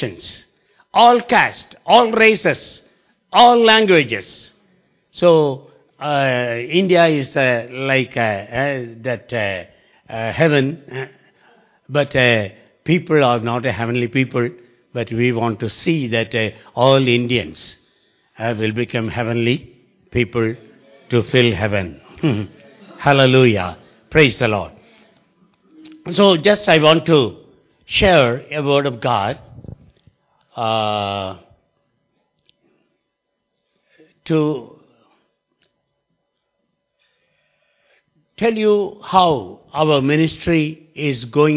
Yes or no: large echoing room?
yes